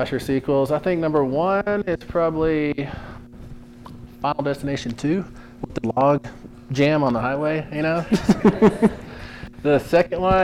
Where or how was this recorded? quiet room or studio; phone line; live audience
live audience